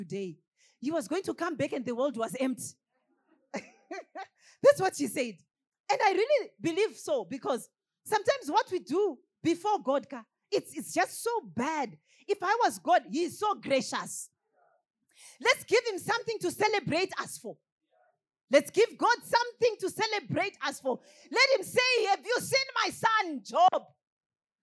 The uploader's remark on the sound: Sermon from our KFFA Conference (Easter Conference)